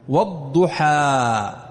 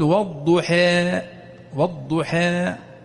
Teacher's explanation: لكنك إذا أملته وقاربته من الياء فهذه إمالة كبرى إضجاع · Shown in: second take · Term: الإمالة الكبرى